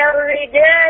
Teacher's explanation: الراء في الرجال راء مشدده بالكسر، يبقى الراء مرققه